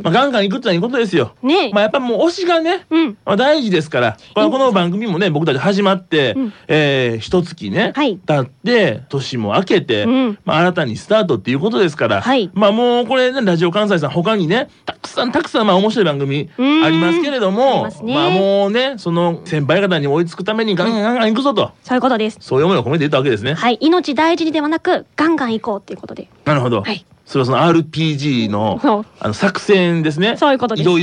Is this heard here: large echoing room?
no